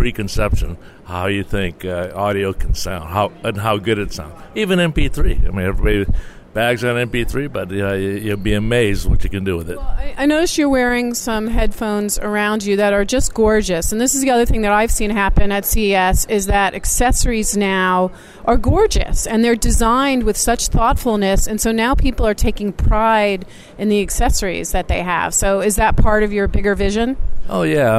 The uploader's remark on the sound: The Tech Cat Live From CTA'S Innovate! and Celebrate 2016.